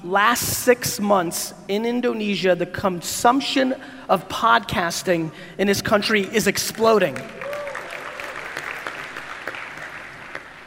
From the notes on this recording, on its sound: Jakarta Keynote. This keynote in Jakarta was filmed back in February of 2019. This keynote came after a 24 hour flight and a quick shower - glad I did it as the Jakarta crowd was awesome ; .